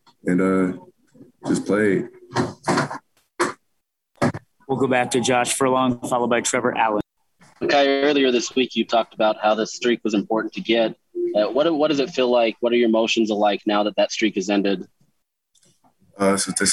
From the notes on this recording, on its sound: Postgame Press Conference. Talk to the media following Utah's loss to BYU.